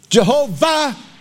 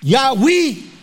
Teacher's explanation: I think they're of general agreement that the Y and the J should sound like a Y. But then the third letter can sound like a V, or it can sound like a W